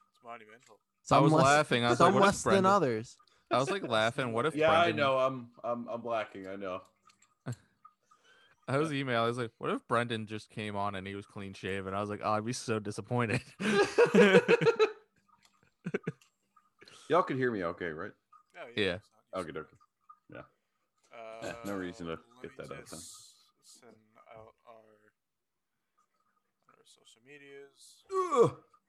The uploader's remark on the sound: Originally streamed on Twitch. Forgot to check which mic was capturing.